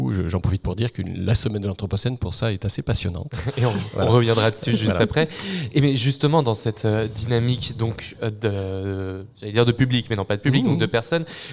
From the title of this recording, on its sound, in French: En direct de l'Ecole de l'Anthropocène 2023